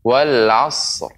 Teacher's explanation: Kalau ibu mengucapkan hanya wal asr, maka kita seolah tidak memberikan seolah kita menghilangkan huruf ra yang di akhir.